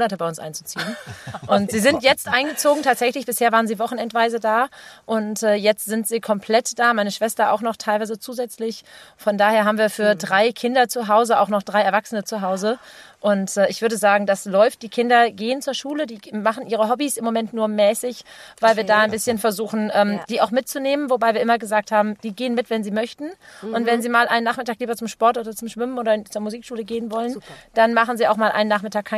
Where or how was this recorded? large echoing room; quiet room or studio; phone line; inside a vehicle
inside a vehicle